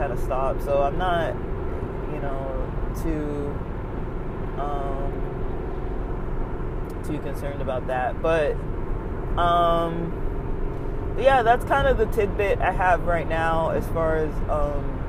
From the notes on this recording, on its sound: As I’m driving out from checking out of the hotel near Mountain High Resort, I start to record briefly. The sound quality is rough with a lot of feedback from the sound of the car on the road. I enjoy recording on the road. I hope it’s not too much of a pain to hear the road in the background.